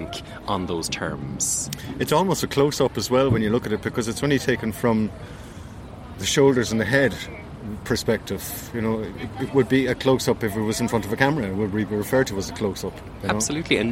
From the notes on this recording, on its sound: From the Crawford Art Gallery outside in their garden café.